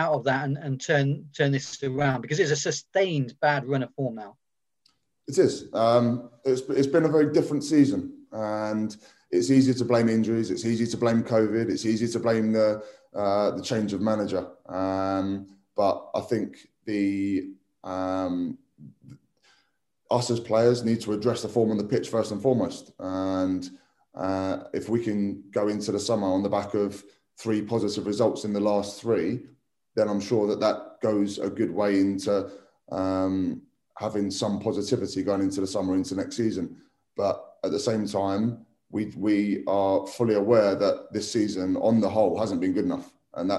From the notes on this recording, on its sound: Virtual press conference.